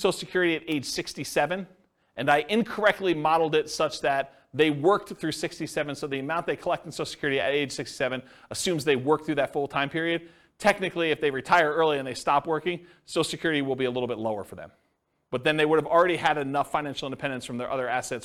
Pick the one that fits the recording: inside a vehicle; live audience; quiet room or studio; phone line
live audience